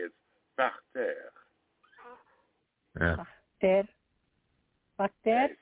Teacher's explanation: you have to roll your R's just slightly in two places